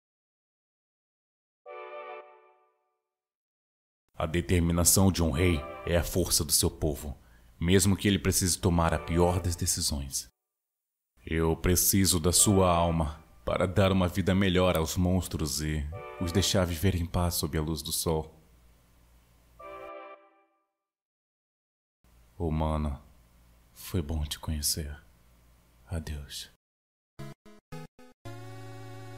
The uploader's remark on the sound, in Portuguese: Peço perdão por quaisquer ruídos ou barulhos de fundo da gravação